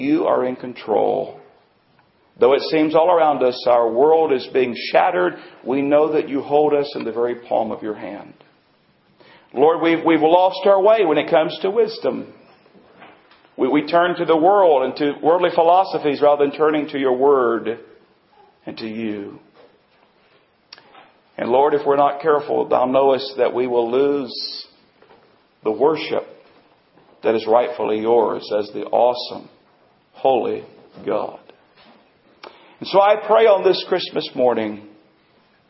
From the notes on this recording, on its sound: Recording includes part of our Christmas Service.